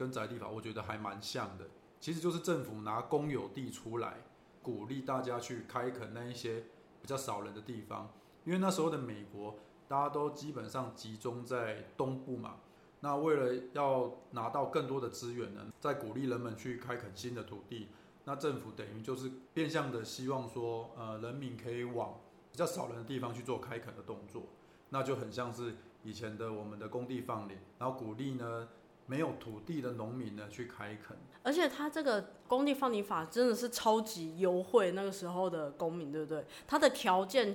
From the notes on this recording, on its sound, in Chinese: 這集錄音有忽大忽小聲的情形，經後製還是無法完全解決